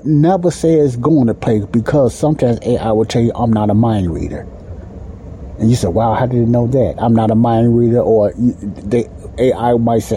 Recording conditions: background noise